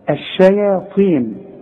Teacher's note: والطاء مفخمة لكن مكسورة اخر درجات التفخيم. الشياطين على مرققة.